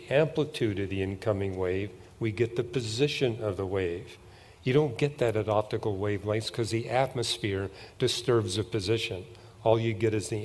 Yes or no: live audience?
yes